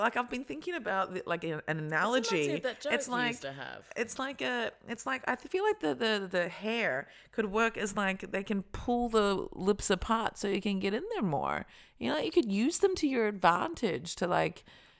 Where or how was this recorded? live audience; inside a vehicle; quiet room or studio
quiet room or studio